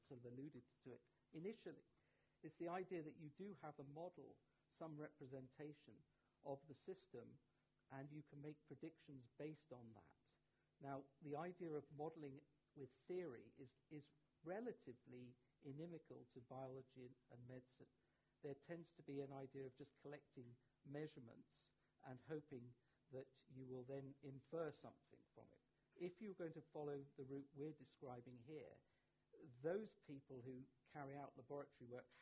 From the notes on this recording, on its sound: Recorded at the Science Museum on 27 September 2017